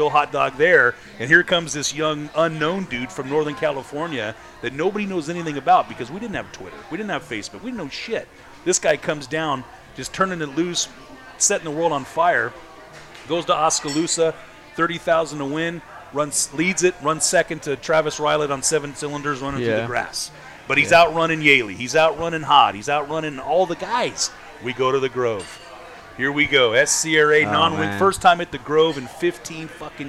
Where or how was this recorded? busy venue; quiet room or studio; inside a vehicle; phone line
busy venue